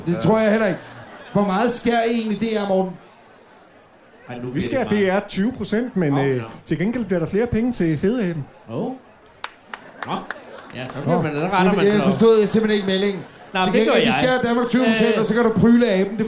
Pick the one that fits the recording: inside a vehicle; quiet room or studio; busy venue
busy venue